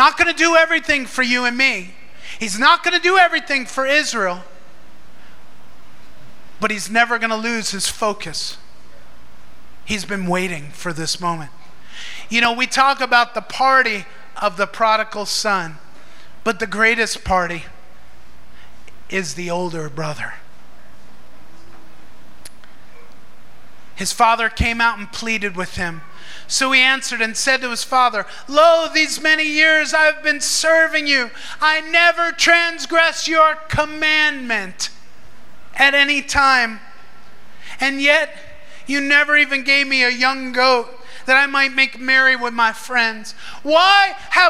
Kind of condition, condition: setting, large echoing room